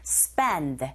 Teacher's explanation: 이럴 때 두 번째 자음의 소리, 된소리, 경음화 현상이 일어나서 spend.